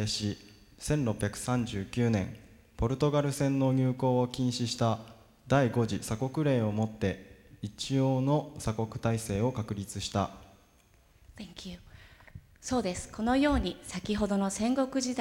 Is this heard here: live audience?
yes